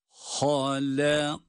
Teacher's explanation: Ha kalın, lam ince, kaf kalın, kaf ince. Halakake. Tabii ki normal okurken böyle hece usulünde okumuyoruz.